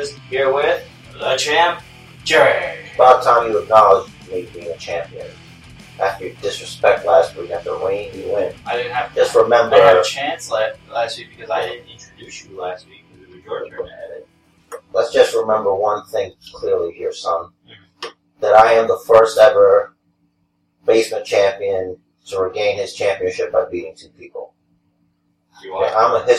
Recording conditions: poor sound quality